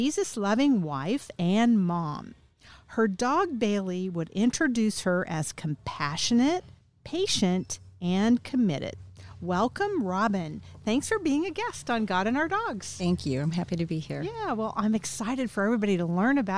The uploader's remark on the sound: Recorded at Wheelers Western Outfitters